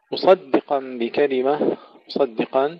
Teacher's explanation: ترقيق الدال بين الصاد والقاف مفخمين